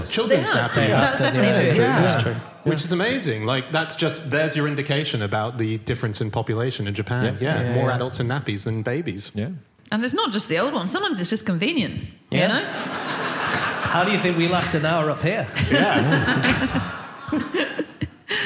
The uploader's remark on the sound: Live from Chesterfield